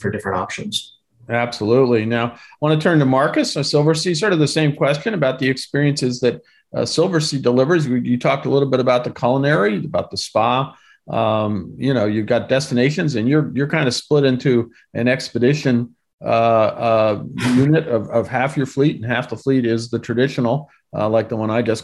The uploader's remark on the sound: In this panel from our Virtual Roadshow series.